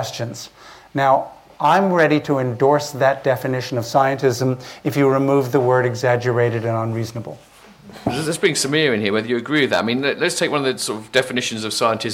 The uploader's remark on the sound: The discussion was recorded live at Foyles bookshop in association with the Bristol Festival of Ideas .